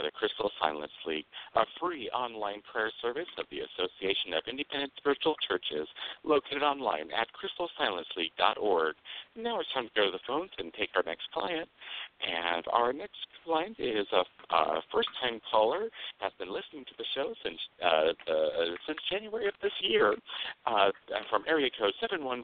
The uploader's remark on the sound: The Lucky Mojo Hoodoo Rootwork Hour is a real, live call-in show.